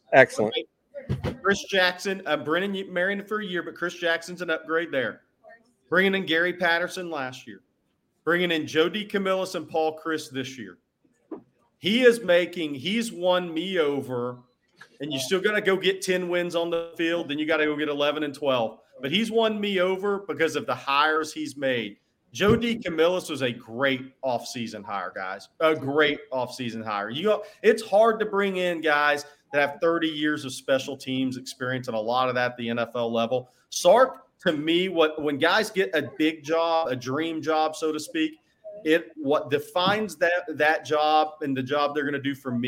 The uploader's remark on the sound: LIVE from The Co-Op.